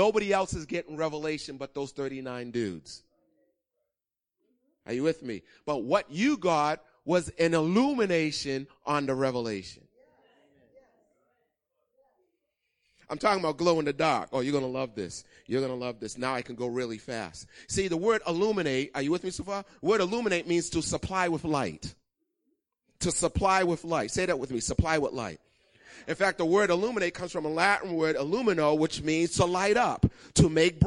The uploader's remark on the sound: Recorded on 2016-03-13 08:30am Service.